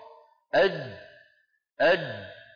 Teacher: الصوت يخرج من الوترين الصوتيين ويصل إلى فين؟ إلى منطقة وسط اللسان مخرج الجيم ويتوقف